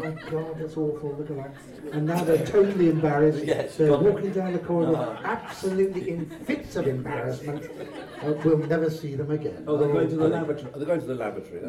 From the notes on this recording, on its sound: a panel recorded at this year’s BritishFest on June 4, 2017